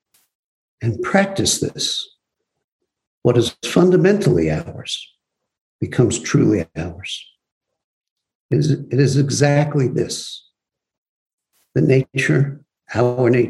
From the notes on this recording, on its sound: Zoom Broadcast